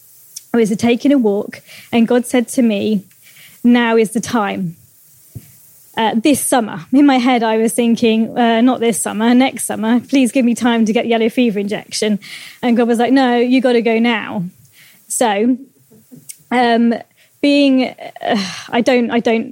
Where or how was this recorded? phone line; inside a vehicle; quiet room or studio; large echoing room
large echoing room